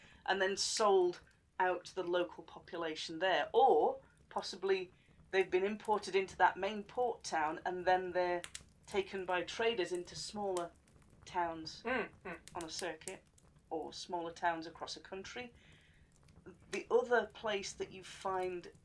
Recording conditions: sounds in the background